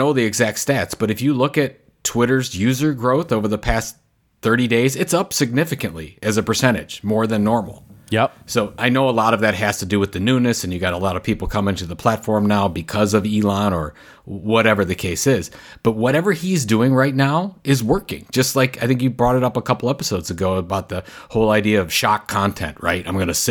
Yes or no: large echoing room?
no